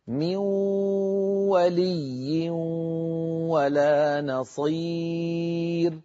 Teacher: مثلا بدنا نقول من ولي ولا نصير، نون ساكنة بعدها واو، تنوين بعدها واو، نقولها هكذا من ولي ولا نصير، من ننتقل من الميم إلى الواو مباشرة، ولكن هذه الواو معها غنة من الخيشوم، هي غنة النون المدغمة، من أجل هذا نسمي هذا الإدغام إدغام ناقص، إدغام ناقص، أو نسميه إدغام بغنة.